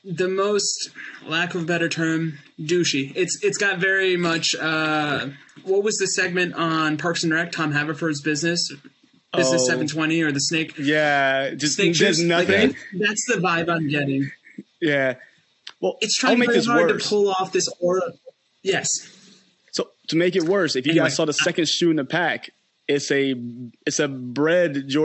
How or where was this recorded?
video call